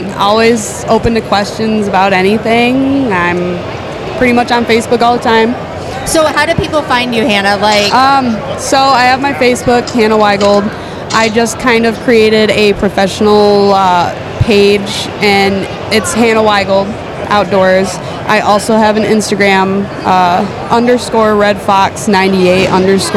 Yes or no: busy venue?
yes